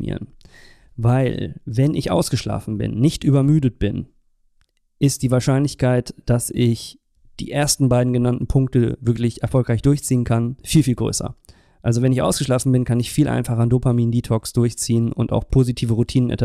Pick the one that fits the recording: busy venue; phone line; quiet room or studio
quiet room or studio